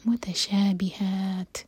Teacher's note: تا پر رکیں گے تو تا کو ساکن کریں گے تو تا پر ہمس ہوگی